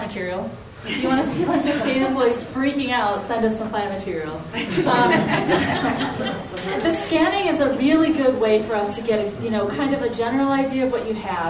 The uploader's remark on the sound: The audio from the Helena Montana Medical Growers Assocation Cannabis Symposium that I went.